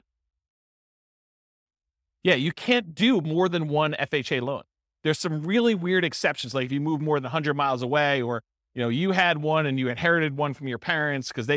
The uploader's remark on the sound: This was a live class recorded.